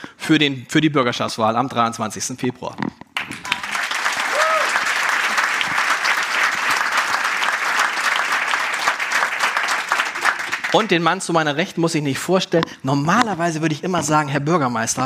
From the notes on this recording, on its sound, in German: Der Live-Podcast im Grand Hotel Elysée. Und zwar im ersten Live-Podcast des Jahres.